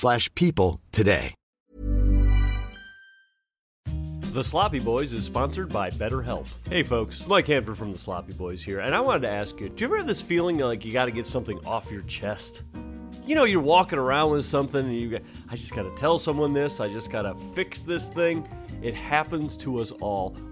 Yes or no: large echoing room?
no